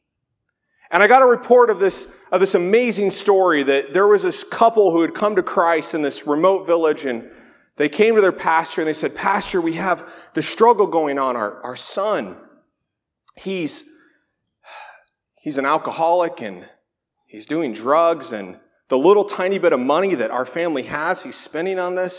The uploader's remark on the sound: This sermon was originally delivered at Faith Reformed Church in Lynden, WA on February 3, 2019.